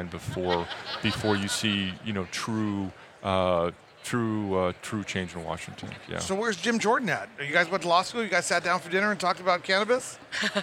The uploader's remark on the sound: Recorded at MJBizCon 2023.